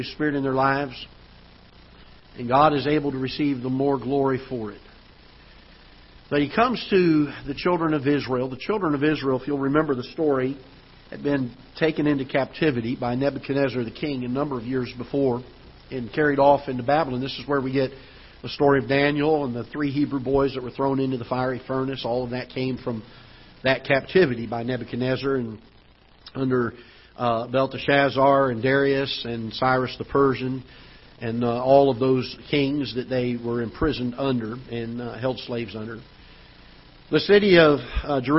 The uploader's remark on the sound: Ketha Heights Baptist Church ~ Live Broadcast